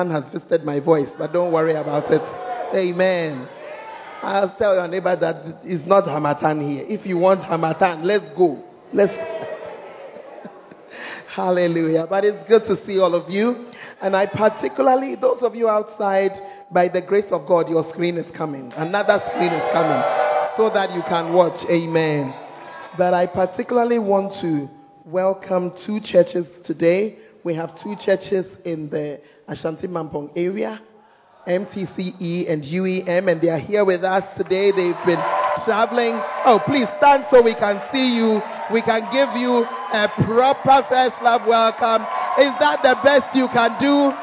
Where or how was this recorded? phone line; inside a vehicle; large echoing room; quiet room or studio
large echoing room